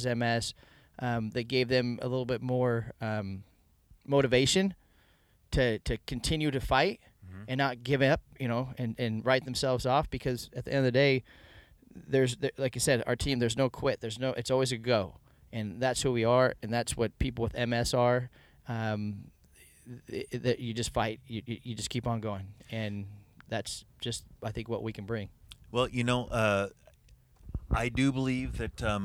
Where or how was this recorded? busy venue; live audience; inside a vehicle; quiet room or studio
inside a vehicle